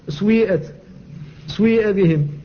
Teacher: فقد جعل السين ساكنة وجعل بعدها واوا ممدودة بياء، واوا مكسورة ممدودة بياء. · Term: لحن